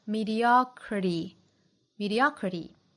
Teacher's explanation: 最后的一个 t 的音呢美音更多会弹出来，因为有元音嘛，所以美音会发成类似于 d 的发音